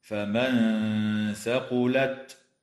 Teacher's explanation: إخفاء حقيقي للنون الساكنة عند الثاء مع الغنة مرققة